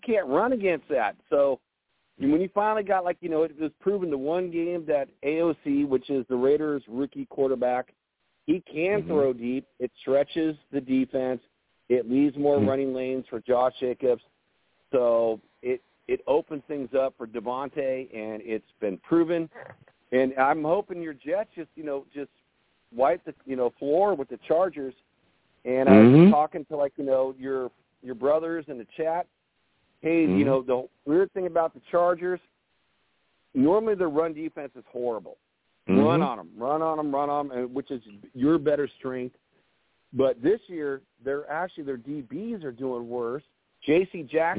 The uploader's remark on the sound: Tonight, live at 7pm eastern. I take live callers!